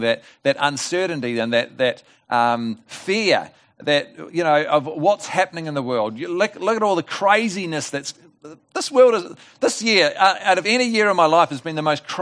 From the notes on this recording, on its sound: This message was delivered at The Rock Christian Church on Sunday 4 October 2020 at the morning service.